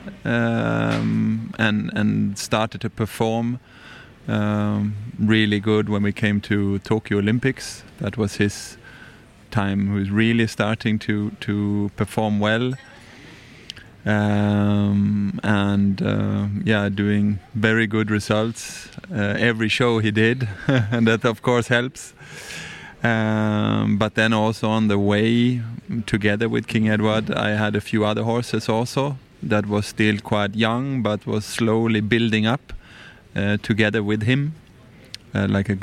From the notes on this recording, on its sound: We're live from the CHI de Geneva, where we're a media partner for the second year! Here is a special one recorded in English.